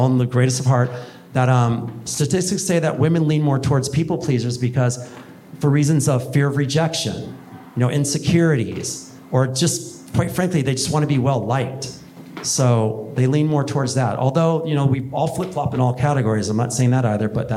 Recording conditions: live audience